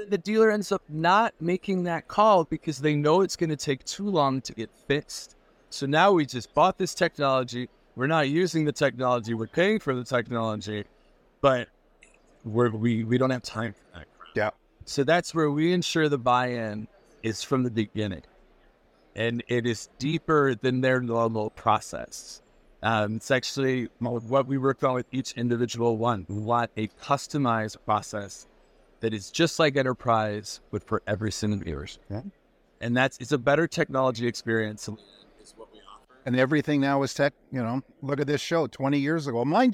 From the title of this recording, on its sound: "Live" at Nada 2024